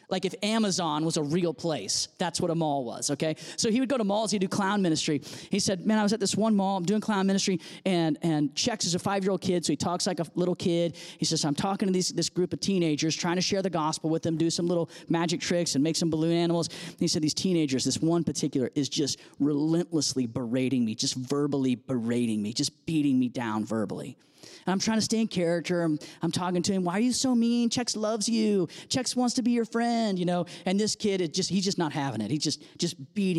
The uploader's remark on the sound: audio from New City Church in Champaign-Urbana, IL